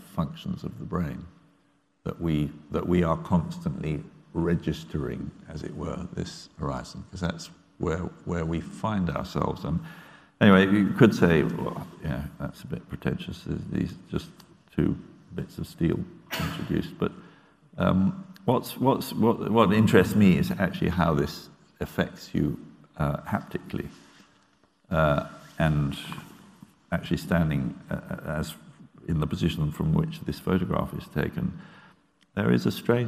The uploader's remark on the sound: Catch up on this event from the Benjamin West Lecture Theatre.